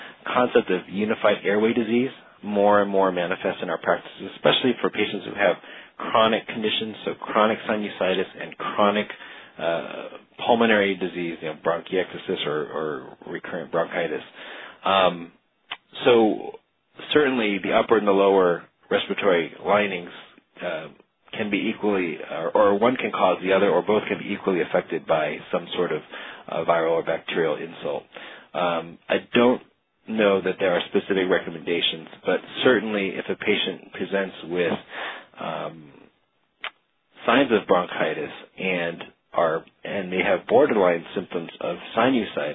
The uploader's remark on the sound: Author in the Room®Teleconference